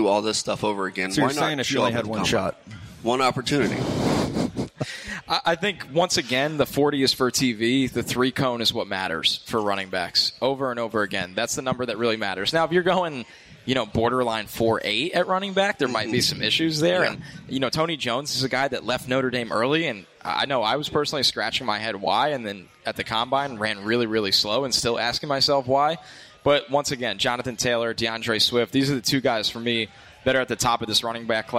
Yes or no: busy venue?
yes